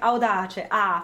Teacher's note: And the stressed one is actually the A, right?